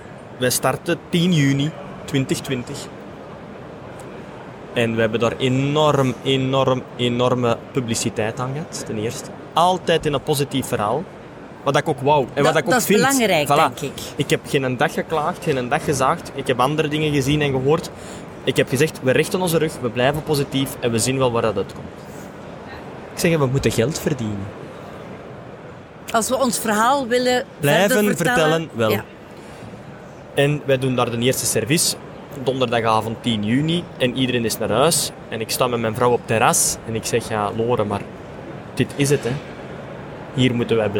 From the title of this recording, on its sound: Horeca Expo Live